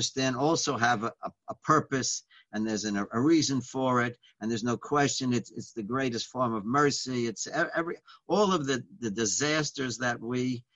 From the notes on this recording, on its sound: Live On Zoom.